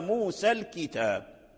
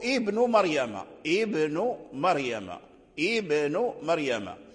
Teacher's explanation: همزة الوصل في الابتداء تظهر · Shown in: second take